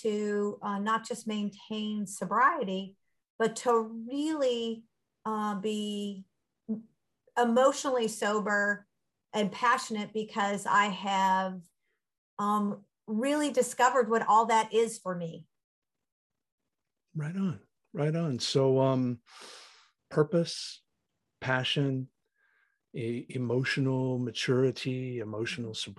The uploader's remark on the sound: Recorded 10.13.2021 from Raleigh, NC & Charlotte, NC on Zoom